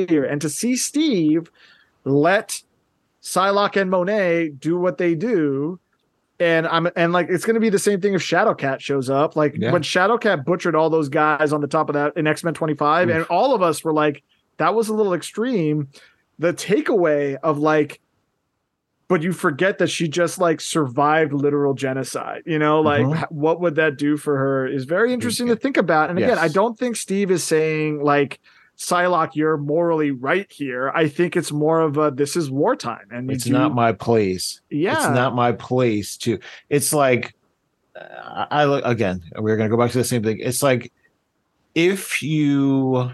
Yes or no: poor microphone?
no